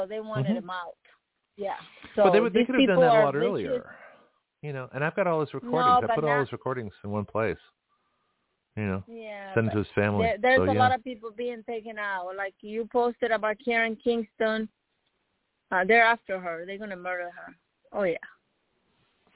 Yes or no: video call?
no